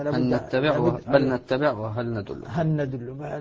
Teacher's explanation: اللام الأولى سقطت، اللام سقطت ذات صفة، لكن بقيت النون بغنتها موجودة وهي صفة المدغم فيه كأنها نون مشددة. · Term: إدغام كامل